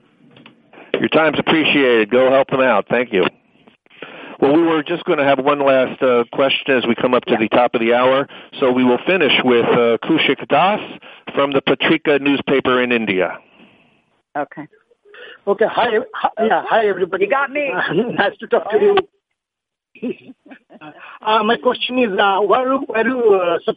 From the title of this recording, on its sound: Australian Open Conference Call